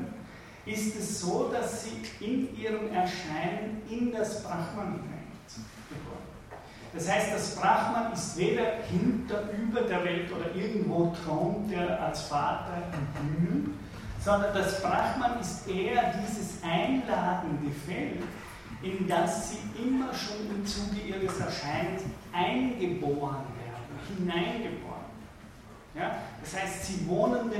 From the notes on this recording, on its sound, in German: von Studierenden der Universtiät Wien aufgezeichnet